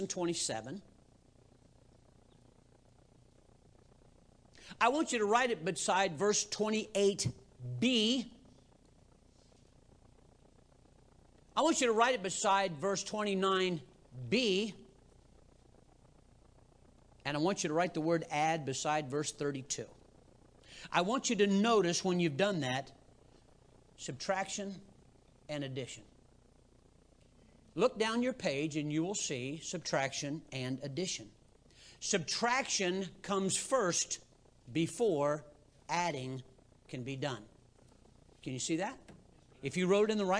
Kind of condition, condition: setting, large echoing room